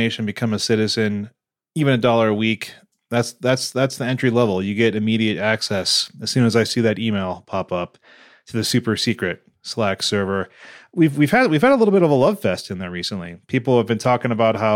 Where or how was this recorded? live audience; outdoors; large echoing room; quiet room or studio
quiet room or studio